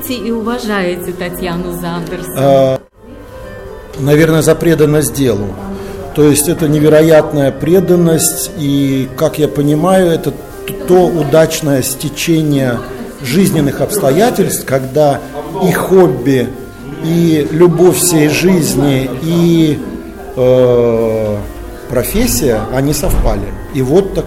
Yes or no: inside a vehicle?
no